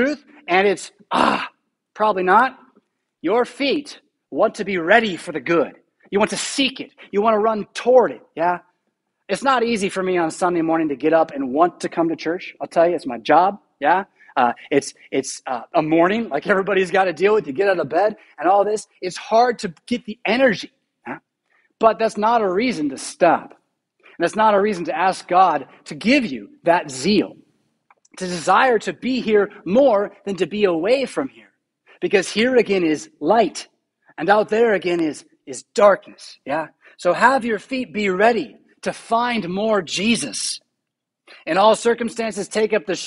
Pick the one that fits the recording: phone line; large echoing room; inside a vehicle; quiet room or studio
large echoing room